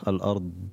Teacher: يجب إظهار مخرج الضاد وأن تكون مجهورة وبها استطالة. الأرض هكذا.